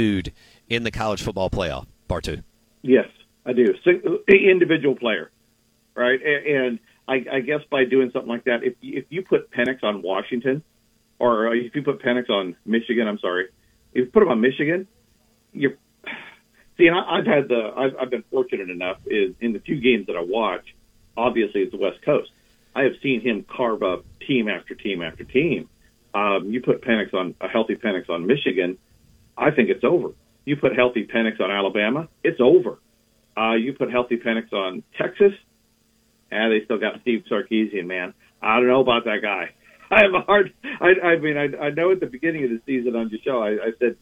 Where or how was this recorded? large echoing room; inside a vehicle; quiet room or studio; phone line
phone line